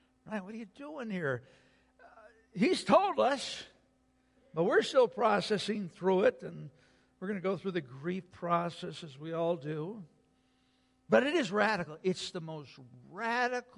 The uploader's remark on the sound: Sunday Worship Service - Audio